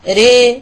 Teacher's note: الحركة الممالاة في الراء، فهي بين الفتحة والكسرة في مجريها